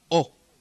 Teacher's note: Again, the diphthong O becomes a single vowel O